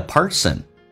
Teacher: 美式发音需要重度卷舌